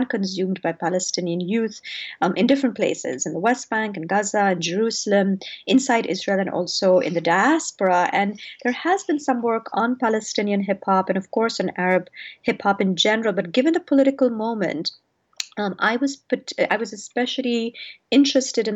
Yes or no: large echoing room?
no